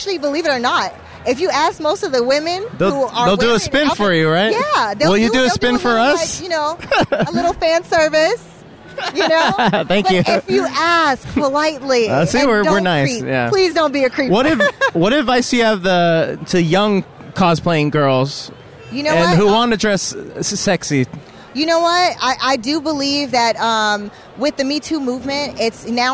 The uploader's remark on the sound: LIVE from LA Comic Con